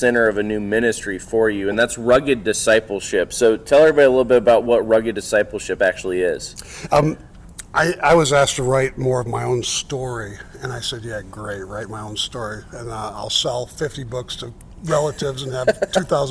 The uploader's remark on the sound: LIVE from REACH 2021